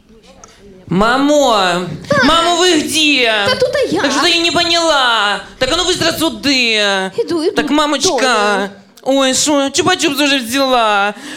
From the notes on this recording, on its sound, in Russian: Аудиозаписи интерактивного молодёжного креатив-шоу «Бои без правил», которое состоялось в рамках Всероссийского игрового фестиваля 9 декабря 2016 года в КСРК ВОС в Москве. Запись прямого эфира.